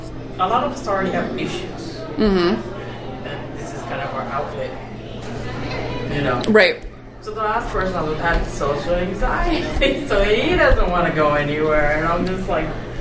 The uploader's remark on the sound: live from PSCC!